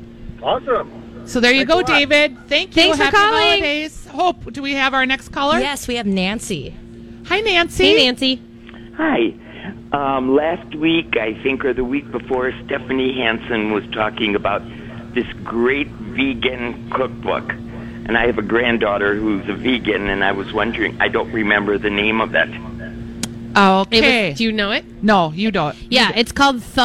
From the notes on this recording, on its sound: Live Broadcasting at El Burrito for a myTalk Santa Project!